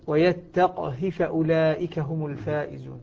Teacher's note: سكن القاف وقصر الهاء يعني لم يمدها. وعدم مدها واضح لأنه أصبح قبلها سكون. · Term: سكون القاف والقصر